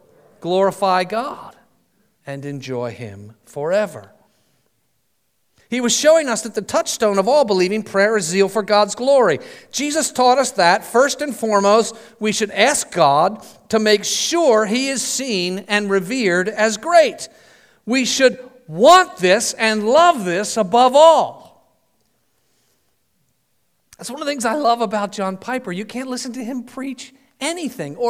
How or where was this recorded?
large echoing room